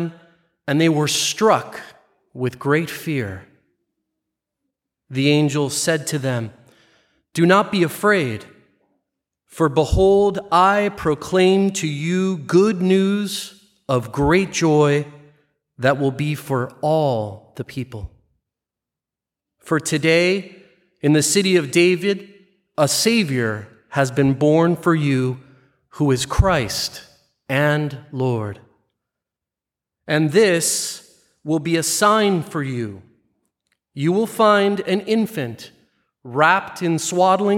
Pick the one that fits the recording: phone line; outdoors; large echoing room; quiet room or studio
large echoing room